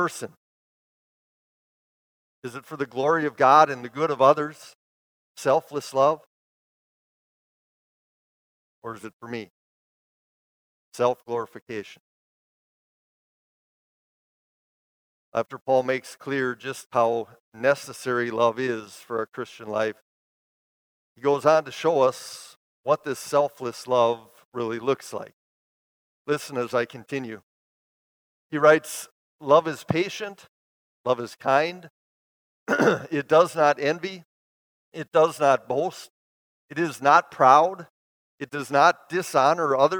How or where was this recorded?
large echoing room